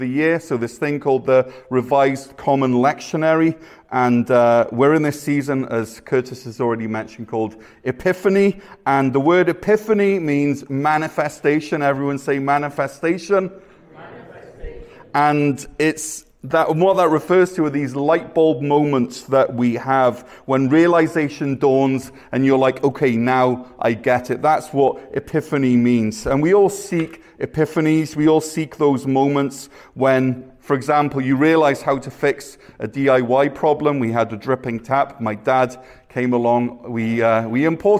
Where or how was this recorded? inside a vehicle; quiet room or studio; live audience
live audience